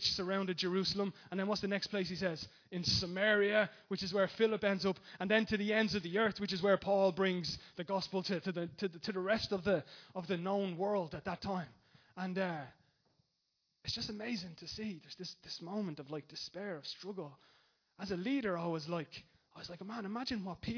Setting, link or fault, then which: setting, large echoing room